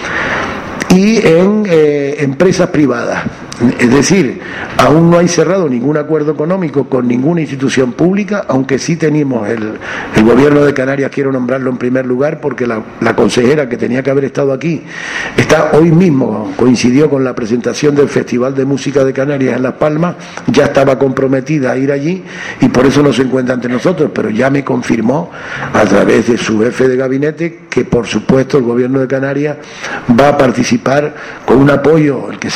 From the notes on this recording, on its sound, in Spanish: Rueda de Prensa Rock Coast Festival 2012